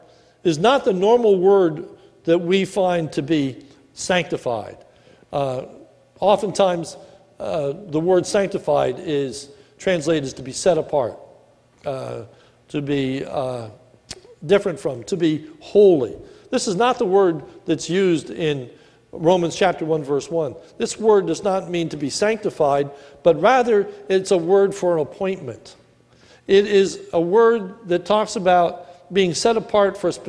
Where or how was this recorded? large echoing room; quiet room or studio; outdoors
large echoing room